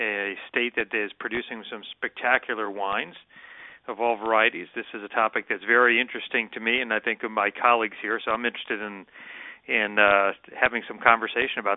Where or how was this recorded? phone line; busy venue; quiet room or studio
phone line